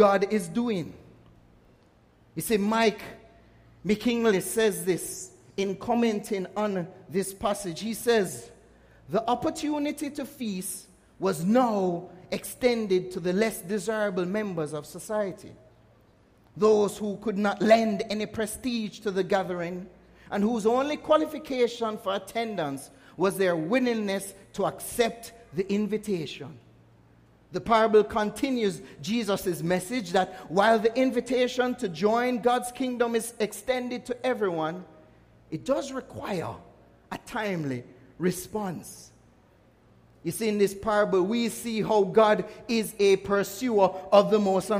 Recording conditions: large echoing room